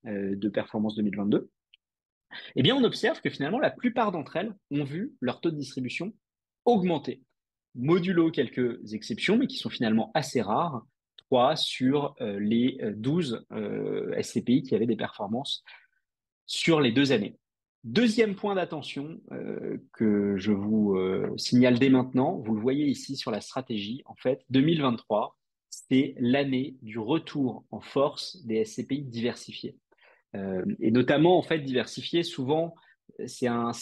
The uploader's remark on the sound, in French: Cet épisode est l'audio de notre webinar